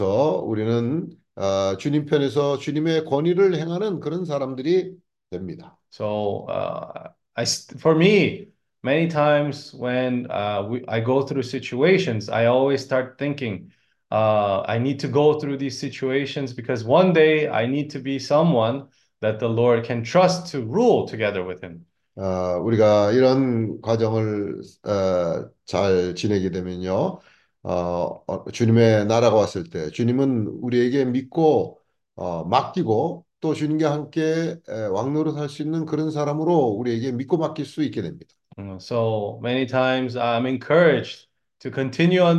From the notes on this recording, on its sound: zoom meeting